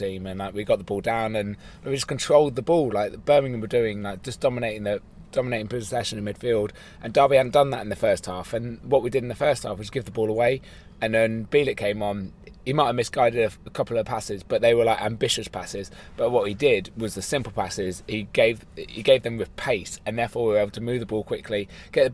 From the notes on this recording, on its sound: recording a podcast in the back